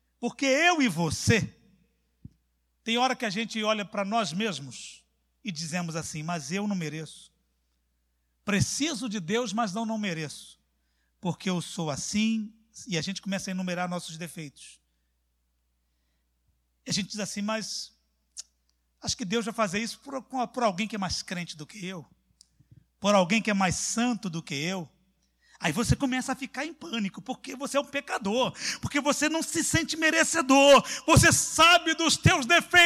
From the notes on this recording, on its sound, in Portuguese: CULTO AO VIVO